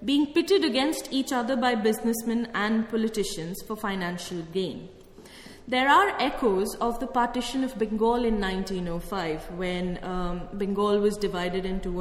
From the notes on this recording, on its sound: held on the 14th of April at the Rose Theatre Kingston